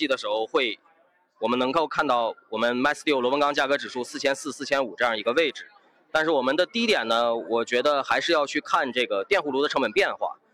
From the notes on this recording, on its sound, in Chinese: 今天是我的钢铁网的年会的同期会议专场，今天的会议现场宾客满满。下面来看看我们前线的记者发来的现场专场。